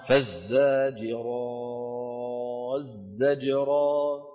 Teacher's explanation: ما في تاء، التاء تحولت إلى زاي